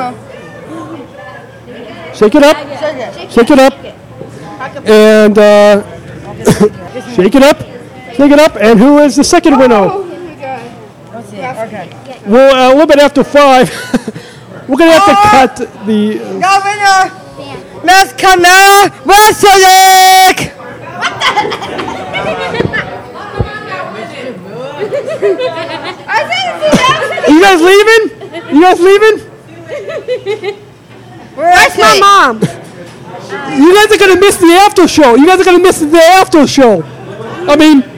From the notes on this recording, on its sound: podcasting live from Armand's Pizzeria in LaGrange